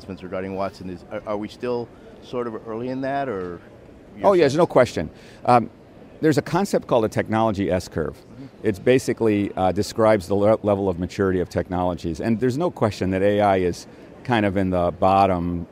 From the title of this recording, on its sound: LIVE from #HiMSS17